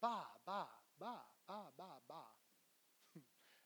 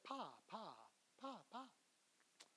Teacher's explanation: they'll put their lips together and they'll activate the larynx as the air goes by · Shown in: first take